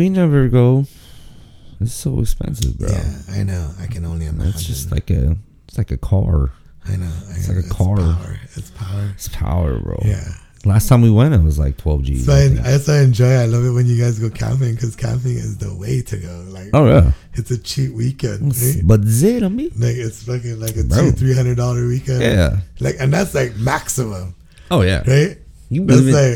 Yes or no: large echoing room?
no